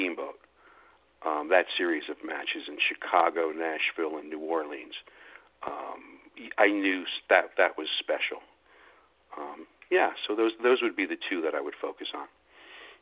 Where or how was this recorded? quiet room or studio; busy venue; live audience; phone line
phone line